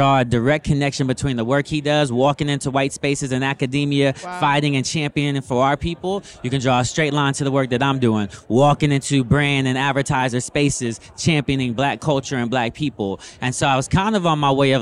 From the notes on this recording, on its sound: We Went LIVE at the FutureLAND Conference 2023